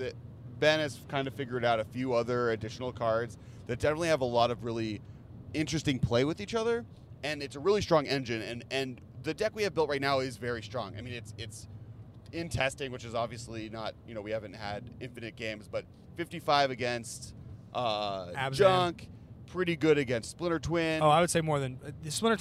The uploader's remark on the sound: While driving back home through the desert between GP Las Vegas and Los Angeles.